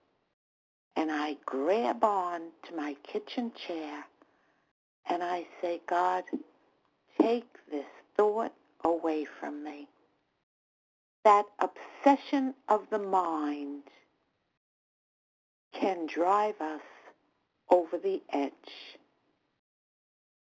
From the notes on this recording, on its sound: 100 Pounders Phone Meeting